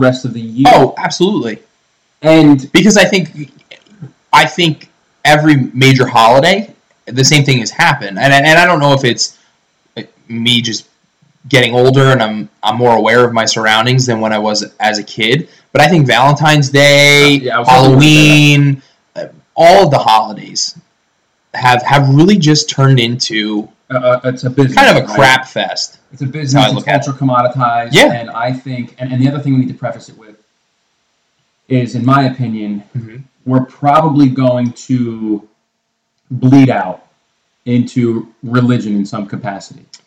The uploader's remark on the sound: Please excuse the potato audio quality.